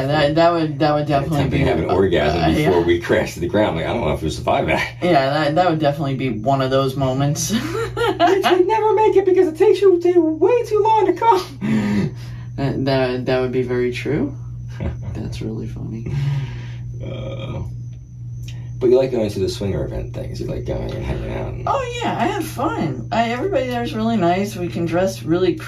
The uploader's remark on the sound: A Tub Of Hot Water In Cape May. This one is a little funky, you’re gonna hear some wacky stuff here, like a lot of gurgling noises.